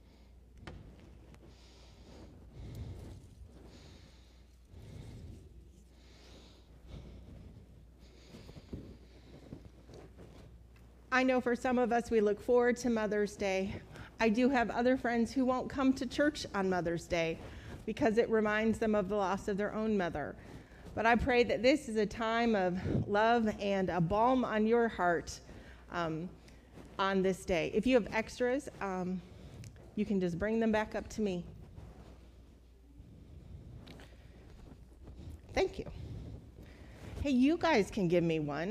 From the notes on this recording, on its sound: Recorded at Altamont First United Methodist Church